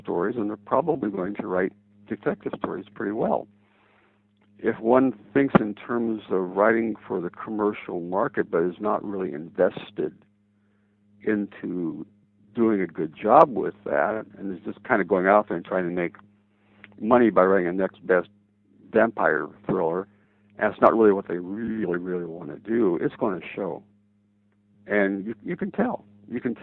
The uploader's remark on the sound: the second part of their phone conversation